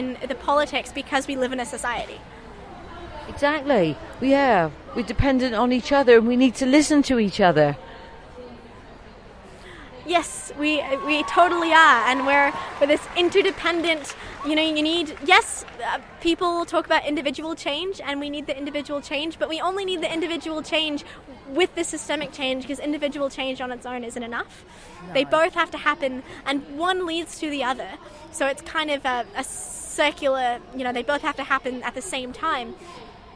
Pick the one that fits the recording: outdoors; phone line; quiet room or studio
outdoors